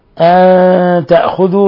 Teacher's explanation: نون ساكنة جاء بعدها التاء إضغام إخفاء حقيقي.